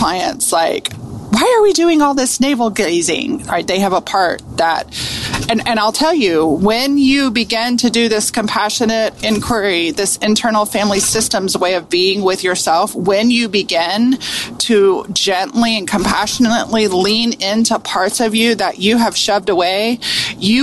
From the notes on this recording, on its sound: riding in the car